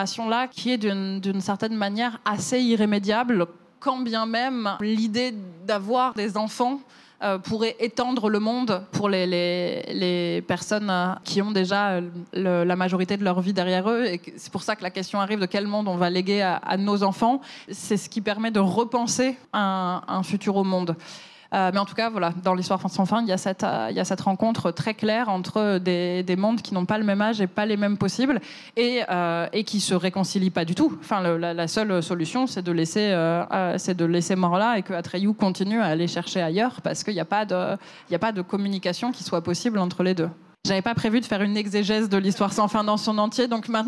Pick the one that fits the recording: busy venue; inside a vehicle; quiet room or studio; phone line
busy venue